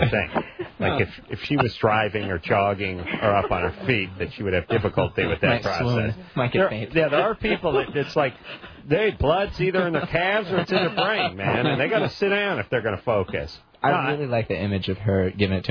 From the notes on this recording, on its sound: RBCP's Personal Prank Phone Calls Collection: phone mobbing loveline01.